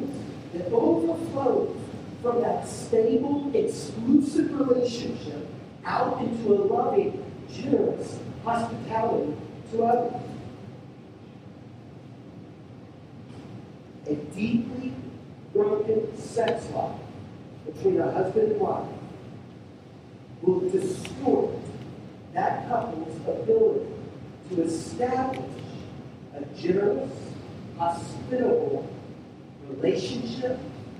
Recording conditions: poor sound quality